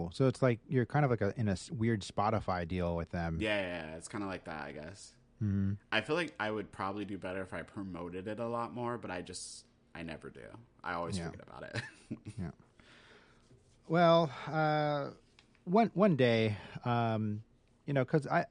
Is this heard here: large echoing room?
no